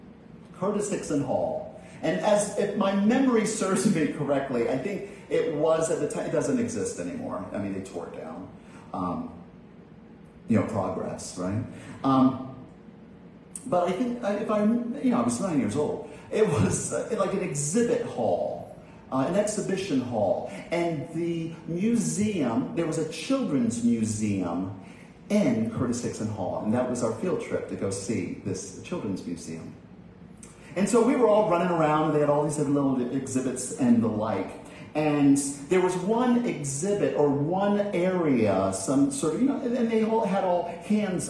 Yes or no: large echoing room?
yes